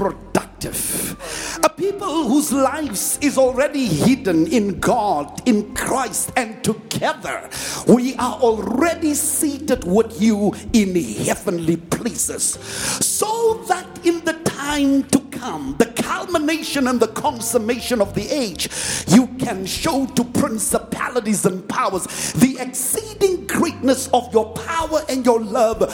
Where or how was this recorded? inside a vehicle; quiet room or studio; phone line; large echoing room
large echoing room